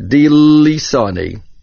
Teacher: There is a Dagesh Chazak in the Lamed, because the rule is that every verb from a Binyan P.A.L., the middle root letter has a Dagesh Chazak, which is to be stressed a little bit stronger.